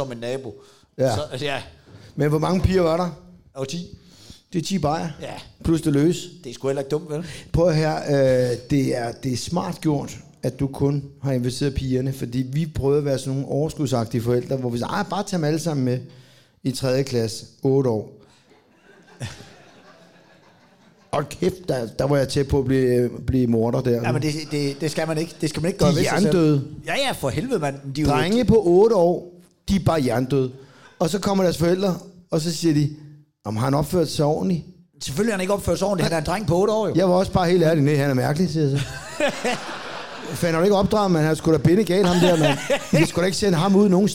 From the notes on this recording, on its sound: der er optaget live i Fredericia